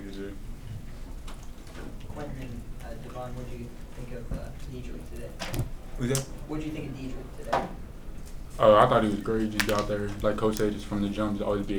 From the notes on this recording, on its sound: Answer questions during a press conference following a win over Emporia State.